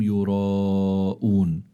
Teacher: الذين هم يراءون، الراء مفتوحة فإذا هي مفخمة، وعنا هون مد يقال له مد متصل وحكمه أنه واجب، فإذا متصل لاتصال المد بحرف الهمزة، يعني في كلمة واحدة، فعندي حرف المد أتى بعده همزة في كلمة واحدة، هذا اسمه مد واجب أو مد متصل